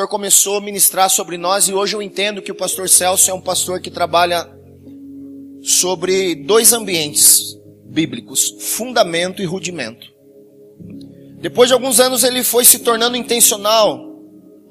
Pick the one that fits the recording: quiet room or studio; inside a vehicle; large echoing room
large echoing room